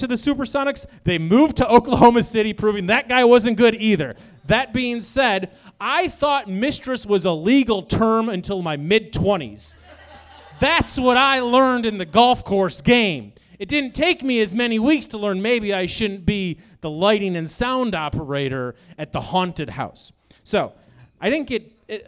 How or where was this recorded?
live audience